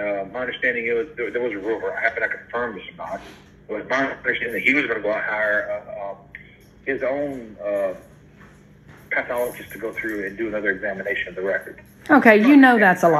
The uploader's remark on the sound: Phone recording of a discussion between one of Mary's siblings and the detective currently working her case.